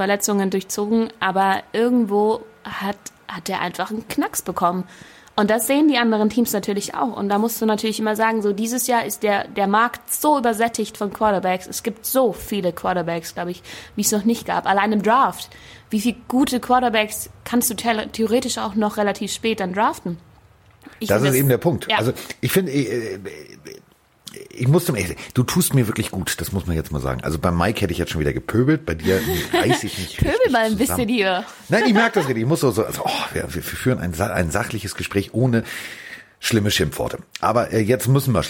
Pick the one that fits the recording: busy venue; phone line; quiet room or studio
quiet room or studio